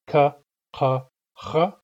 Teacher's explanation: the back X is just the spirant version of Q. So when you're trying to pronounce a back X, you can get there by going from K to Q to back X, K, K, H, or you can go K to front X to back X, K, K, H.